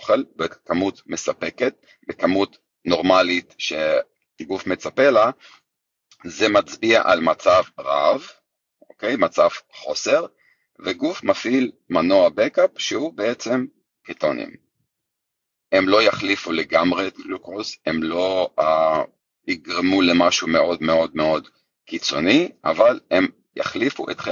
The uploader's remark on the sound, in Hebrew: זו הקלטה של שיחת לייב בקהילת פייסבוק שלנו - ״תזונה קטוגנית מחטבת״.